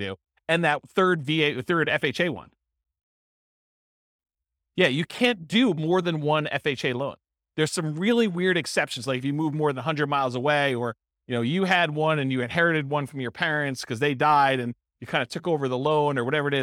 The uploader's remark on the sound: This was a live class recorded